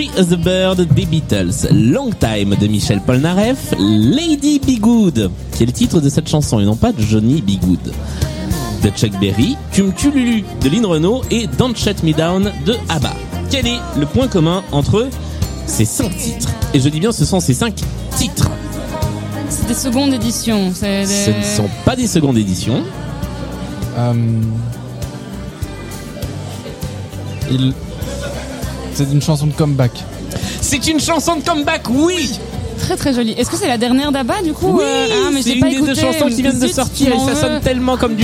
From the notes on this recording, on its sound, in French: Tout droit venus de Bruxelles, pour une partie enregistrée à Lille, au food court Grand Scène !